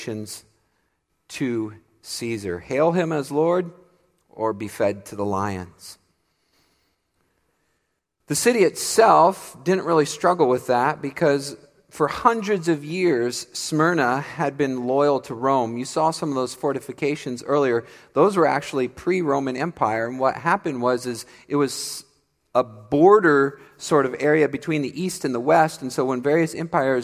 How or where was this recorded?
large echoing room